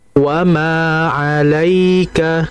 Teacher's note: Alaika di situ ada madlin ya mati, ada huruf sebelumnya berharokat fathah maka harus dialirkan dengan dua harokat kurang lebih.